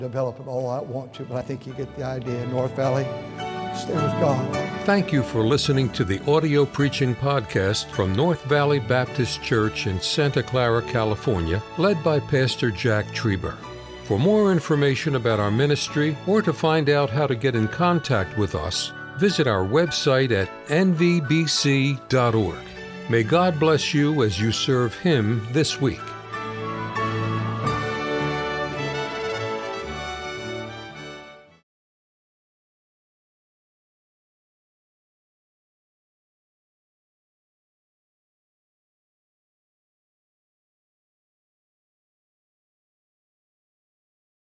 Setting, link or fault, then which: setting, large echoing room